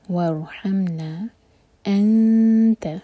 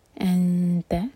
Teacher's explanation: حمزہ light اور اخفاء تا کے لیے